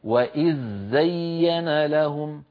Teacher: ثقل، وإذ زين، هكذا يقرأها عدد من القراء ومنهم صاحبنا حفص، ومن القراء من يدغم الزال في الزاي · أنا أذهب مباشرة إلى مخرج الزاي بدلا من أن أقول وإذ زين، وعلي أن أنتقل بخفة ورشاقة